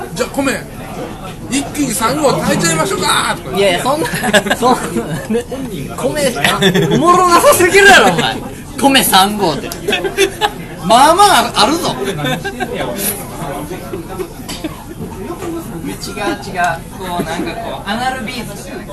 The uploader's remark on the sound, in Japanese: 引き続き焼き鳥屋での収録。音量バランスが崩壊しており。